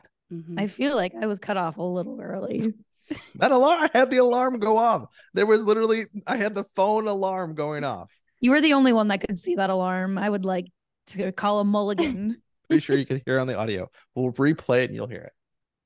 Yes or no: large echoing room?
no